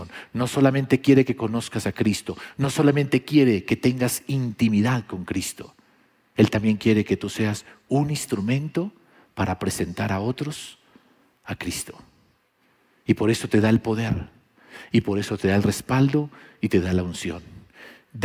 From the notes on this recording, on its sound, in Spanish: Grabado en auditorio Sin Muros Ministerio Internacional